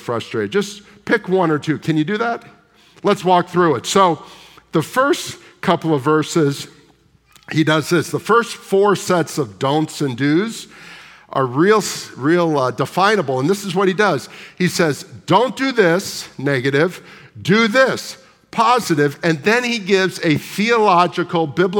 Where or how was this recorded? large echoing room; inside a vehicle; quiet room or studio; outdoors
large echoing room